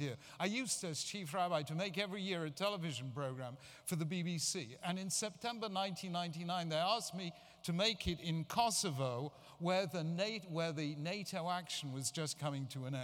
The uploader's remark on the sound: Keynote address at the Jewish Federation of North America's 2014 General Assembly. A keynote plenary address to the Jewish Federations of North America’s General Assembly gathering in Washington DC.